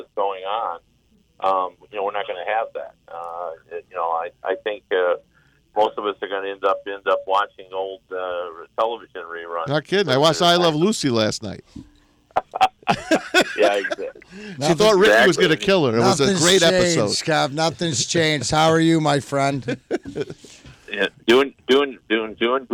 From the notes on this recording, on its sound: They are joined on the phone